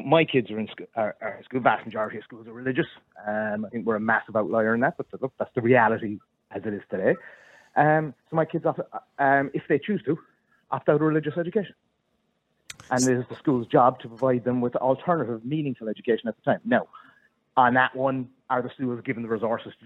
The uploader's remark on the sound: Callers Only